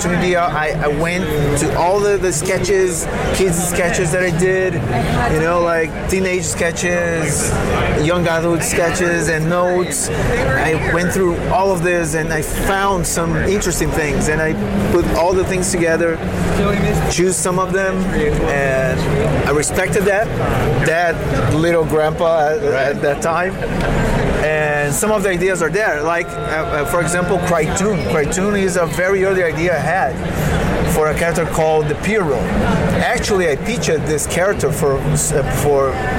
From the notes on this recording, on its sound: LIVE from SDCC ’23. San Diego Comic Con 2023.